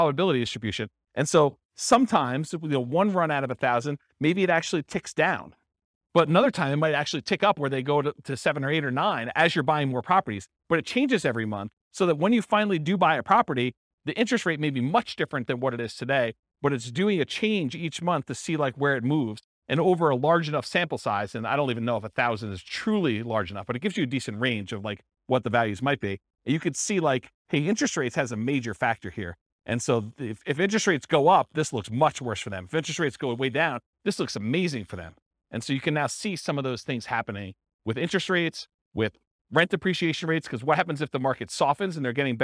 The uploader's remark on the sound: This was a live class recorded